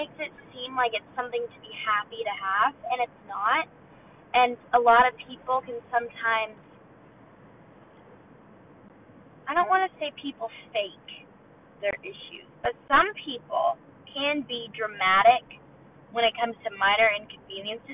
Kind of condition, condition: setting, inside a vehicle